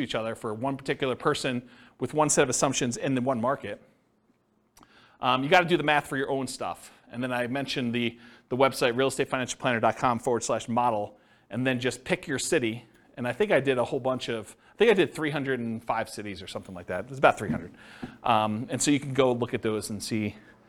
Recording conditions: live audience